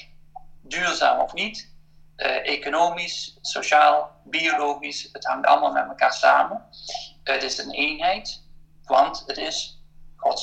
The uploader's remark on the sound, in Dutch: Vanwege de maatregelen rond het coronavirus is deze podcast opgenomen via Skype tijdens de ‘lockdown’ en in de Veertigdagentijd.